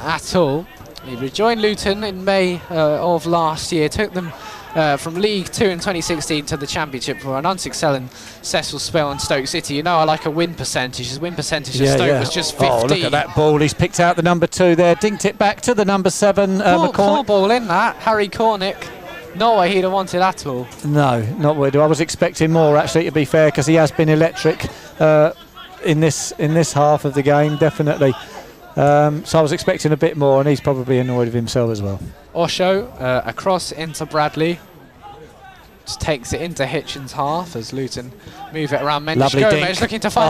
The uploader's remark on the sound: FULL COMMENTARY: Hitchin Town FC vs Luton Town. In front of over 1,000 spectators at Top Field.